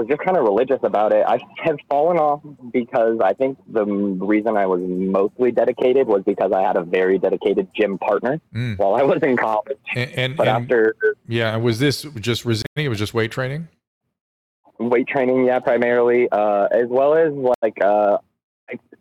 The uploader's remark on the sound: answers calls LIVE